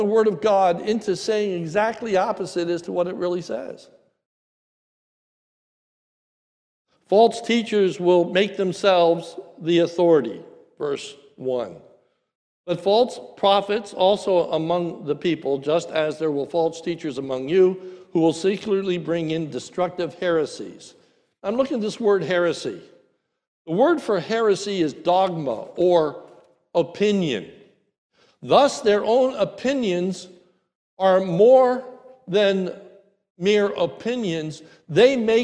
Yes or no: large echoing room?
yes